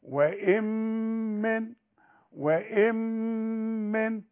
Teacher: ادغمت دخلت في الميم. ها ادغام كامل بغنة